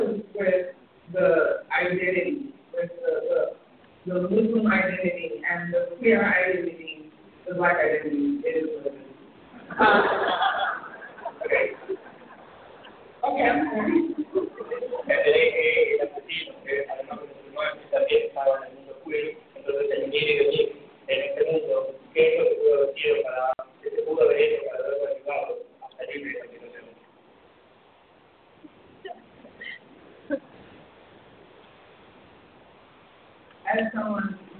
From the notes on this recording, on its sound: Louddmouth Radio is live on location downtown Atlanta covering Candle light vigil for Orlando Victims at Center for Civil & Human Rights.